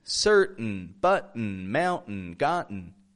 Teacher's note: The letter T is sometimes kind of nasal when we make the glottal T